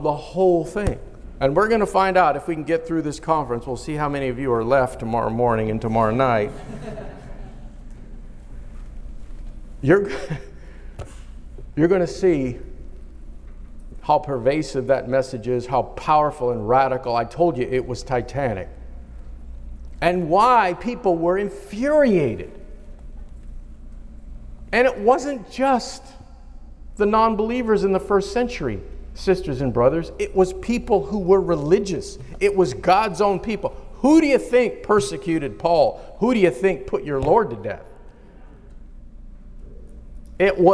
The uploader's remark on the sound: in a live conference